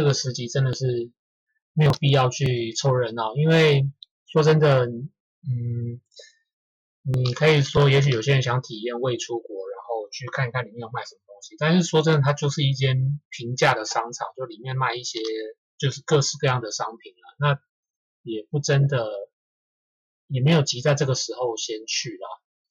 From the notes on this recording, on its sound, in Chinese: 這集在飯店錄音的關係，。2021年第一集的收音不太好請大家見諒。